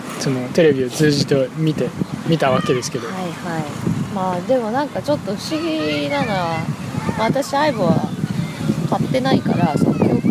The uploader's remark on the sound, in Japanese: 外で収録してみたよ！今回初めて外で録音してみました。環境音が激しく入ってます。